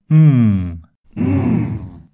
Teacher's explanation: So the tongue is raised at the back, touching the soft palate, and the noise is released through the nose. · Term: NG sound · IPA: /ŋ/